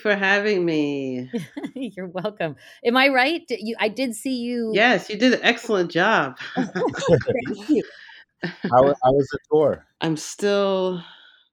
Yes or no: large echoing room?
no